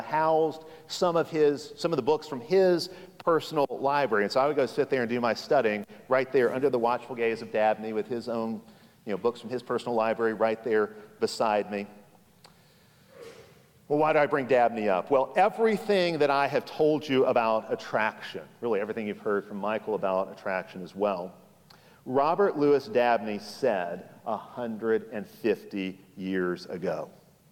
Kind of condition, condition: setting, live audience